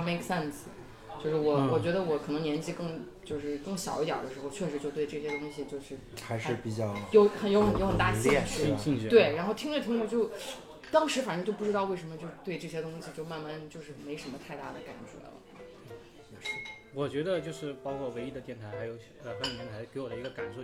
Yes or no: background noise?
yes